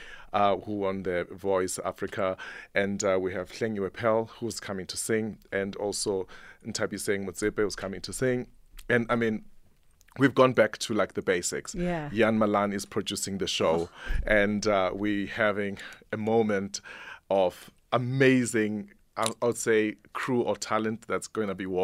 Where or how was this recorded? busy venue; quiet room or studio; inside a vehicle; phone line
quiet room or studio